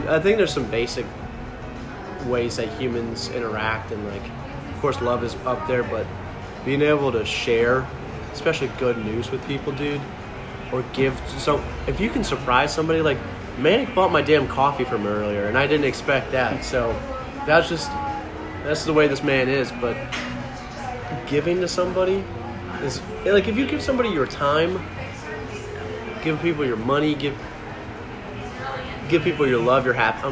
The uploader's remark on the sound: Sit outside of Marlow's Tavern and just hit record. We decided to shoot an episode while we just chatted at lunch together.